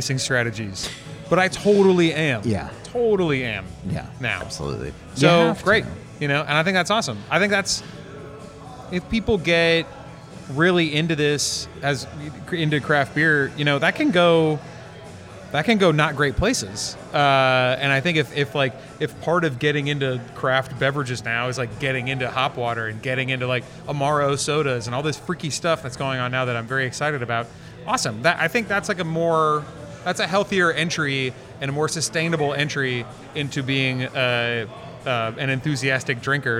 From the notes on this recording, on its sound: We recorded this in the taproom over a pitcher of pilsner.